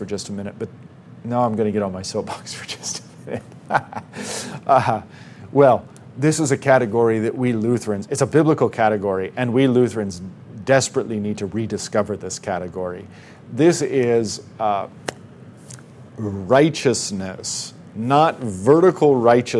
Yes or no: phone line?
no